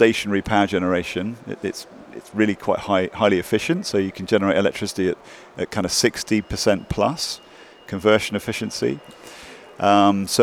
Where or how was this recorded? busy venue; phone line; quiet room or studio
busy venue